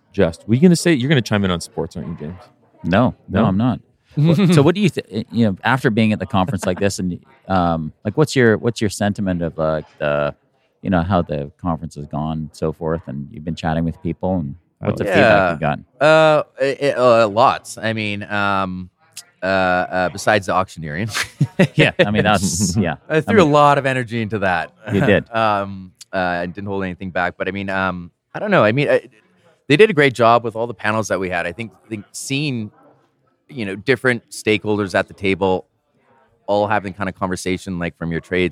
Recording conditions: busy venue